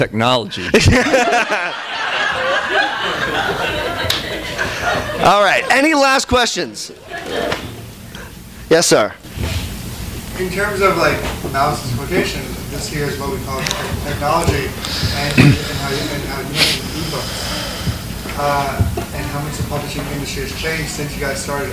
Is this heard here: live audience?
yes